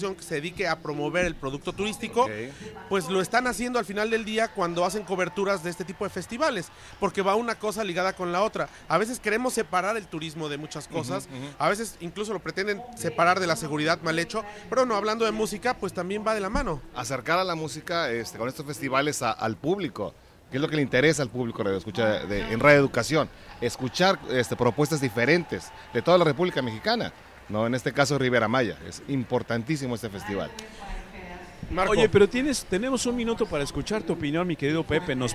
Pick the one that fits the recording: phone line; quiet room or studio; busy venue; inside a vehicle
busy venue